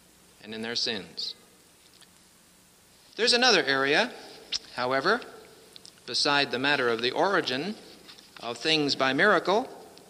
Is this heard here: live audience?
yes